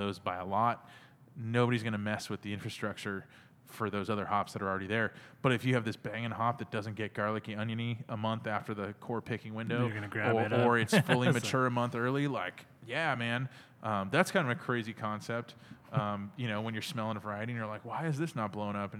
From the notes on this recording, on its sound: We recorded this episode at CellarMaker Brewing